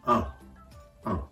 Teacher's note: ようにもなってきていますではこの事件という単語フランス語で見ていきましょう事件はフランス語でアンシドもう一度発音します事件はフランス語でアンシド英単語と比較してみましょう英単語のイン d デント、フランス語のアンシドン。実はこの単語、全く同じですね。発音が英語とフランス語で異なるのみです。発音のポイント。これは五島のアン、そして五末のシドン。2回続くビボインです。フランスのビボインの発音。これはその単語を言いながら、例えば五島のアンであれば、アンと言いながら同時に鼻から息を抜かすように発音する